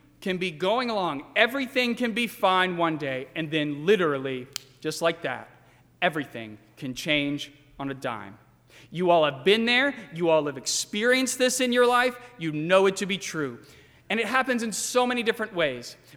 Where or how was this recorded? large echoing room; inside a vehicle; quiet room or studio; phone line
large echoing room